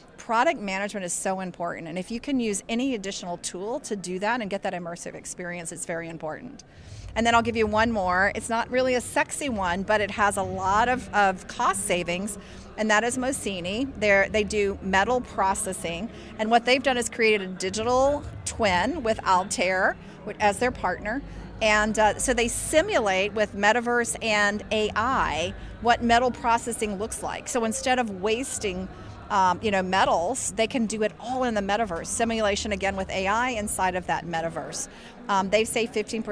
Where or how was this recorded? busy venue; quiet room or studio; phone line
busy venue